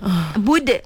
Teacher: Dia qalqalah. Dia qalqalah lah. Sebab qalqalah melantun.